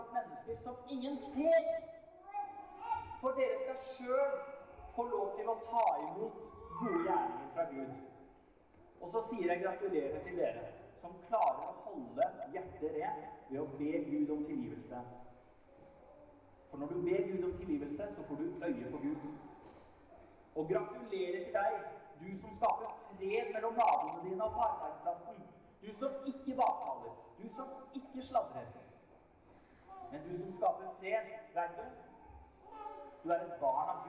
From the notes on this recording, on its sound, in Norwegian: Vi beklager dårlig lydkvalitet i dette opptaket.